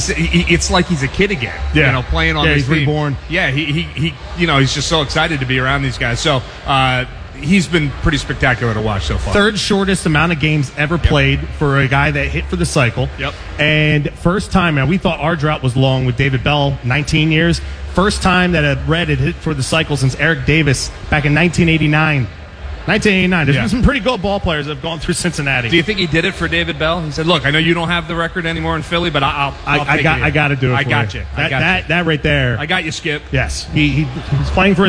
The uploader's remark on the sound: broadcast LIVE from Xfinity Live